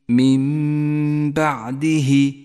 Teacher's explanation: جاءت النون الساكنة وبعدها حرف الباء، تقلب النون الساكنة إلى ميم · Term: الإقلاب